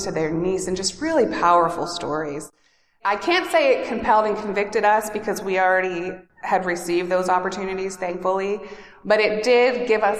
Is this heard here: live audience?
yes